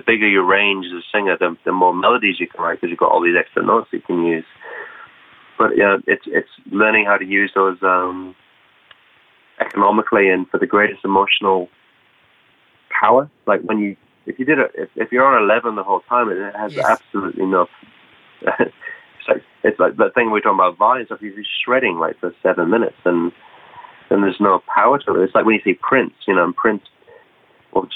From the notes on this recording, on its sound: A phone interview